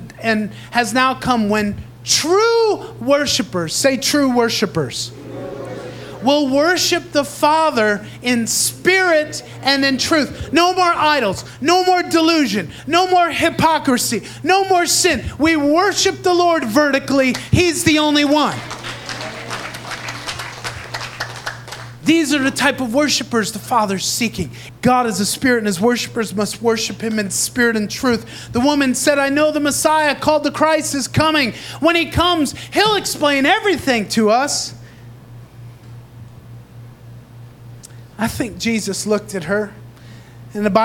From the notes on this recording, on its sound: Recorded live in Praise Revival Center in Davao City, Philippines.